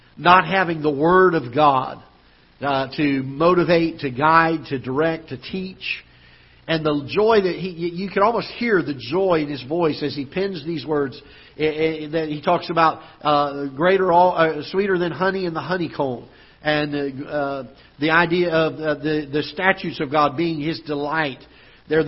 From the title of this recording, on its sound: Ketha Heights Baptist Church ~ Live Broadcast